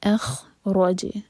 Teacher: اَخْرَجْنَا، حمزہ light, اس کے بعد اَخْرَجَ، را ہیوی، جیم پر قلقلہ